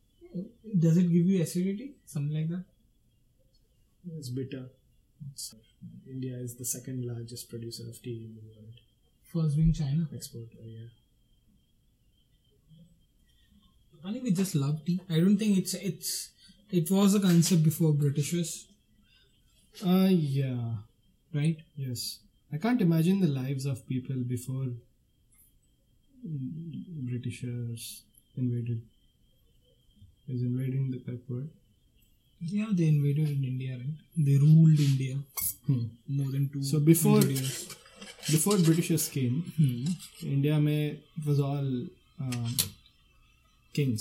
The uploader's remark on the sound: I apologize for the background noise, I will record better audio next time.